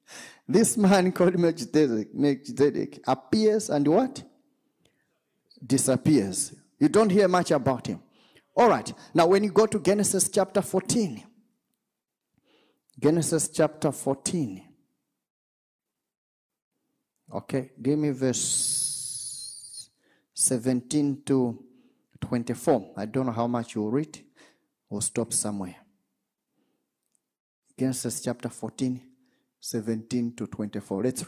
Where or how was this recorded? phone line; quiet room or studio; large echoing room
large echoing room